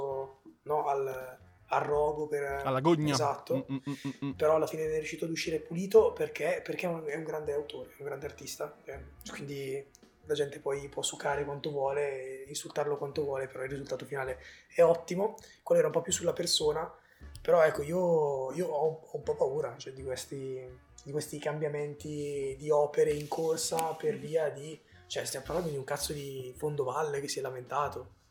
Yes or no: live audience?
no